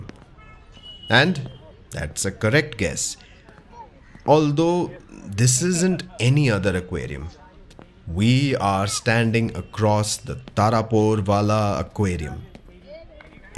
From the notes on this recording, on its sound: You and I will visit some prominent buildings, landmarks, and food joints with actual ambient sounds and noises. Watch your step as we cross streets and avoid traffic as we go about on this storytelling tour around the Flora fountain & Hutatma Chowk in the Fort area of South Mumbai.